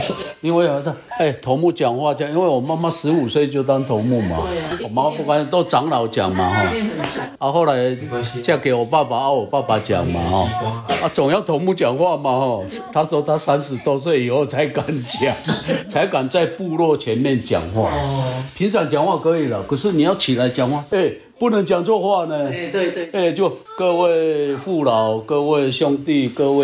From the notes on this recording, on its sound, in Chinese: 錄音當天環境比較吵雜，請大家多包涵